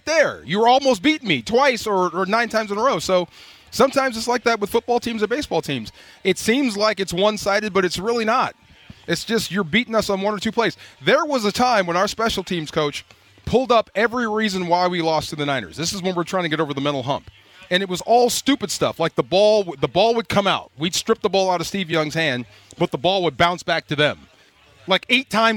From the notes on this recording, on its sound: LIVE from Rams Camp in the City of Irvine! A group of shirtless guys with letters on the chest show up but we cant make out what they are trying to spell.